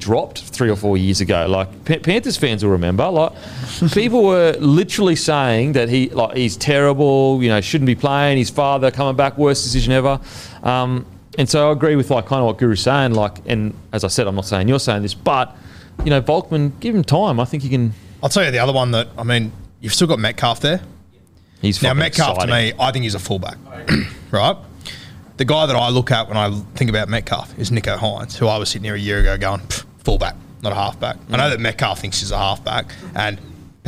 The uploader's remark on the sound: in front of our live crowd